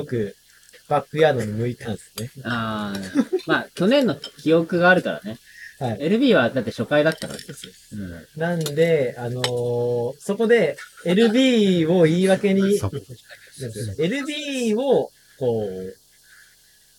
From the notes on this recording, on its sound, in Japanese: のやっているお好み焼き屋さん「がんちゃん」にて収録。美味しいご飯とお酒に舌鼓を打ちつつ。打ち上げ兼収録のため雑音も多々ございますがご容赦ください。